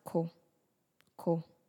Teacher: If you notice, my voice fell like ko. · Term: do